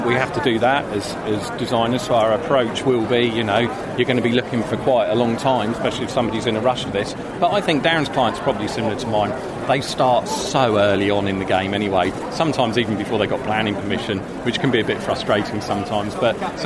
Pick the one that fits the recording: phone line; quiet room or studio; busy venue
busy venue